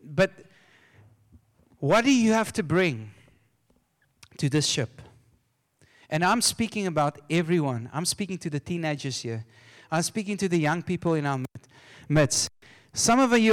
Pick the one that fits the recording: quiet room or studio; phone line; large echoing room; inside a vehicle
large echoing room